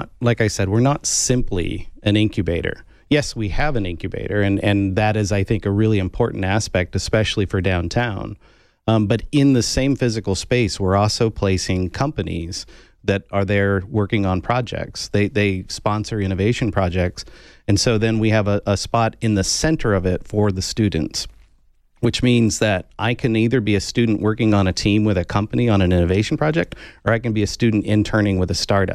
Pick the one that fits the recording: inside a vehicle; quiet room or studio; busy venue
quiet room or studio